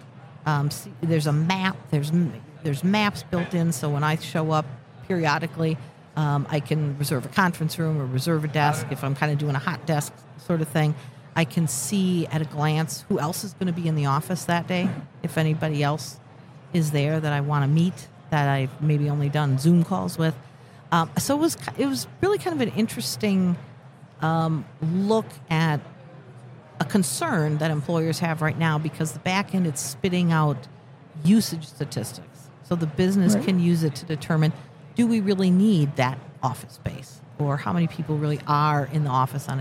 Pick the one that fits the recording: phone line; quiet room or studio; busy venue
busy venue